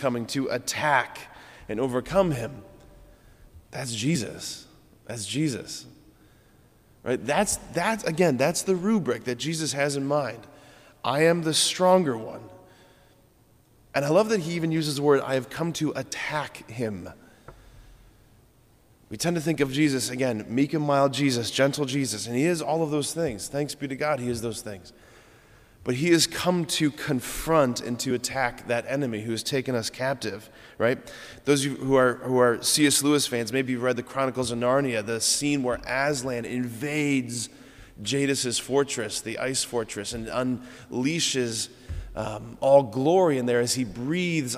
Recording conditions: large echoing room